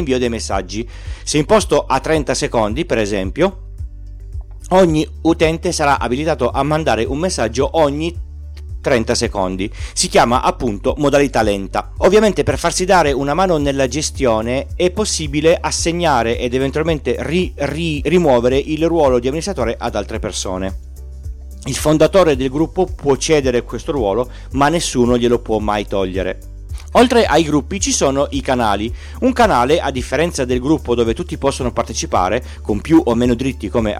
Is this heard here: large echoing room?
no